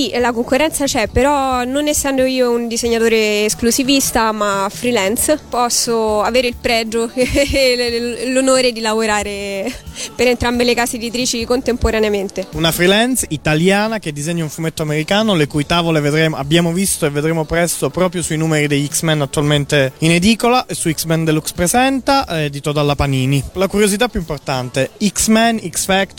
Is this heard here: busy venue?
yes